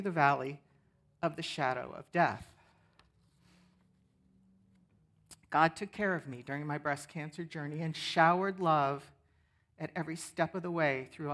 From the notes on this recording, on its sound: 10am Worship. Sermon from our worship service on 10/15/23. Streamed live on video from our campus in Westlake Village, CA.